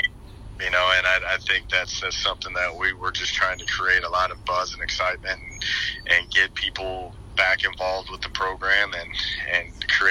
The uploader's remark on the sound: an exclusive phone interview